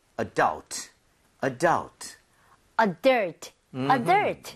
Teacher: 유에 강세 주고 adult